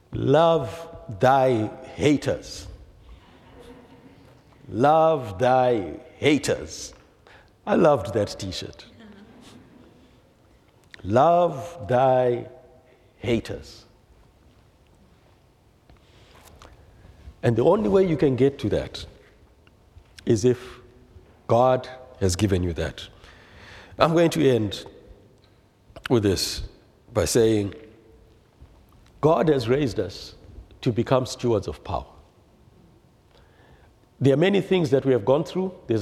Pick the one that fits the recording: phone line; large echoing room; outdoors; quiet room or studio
large echoing room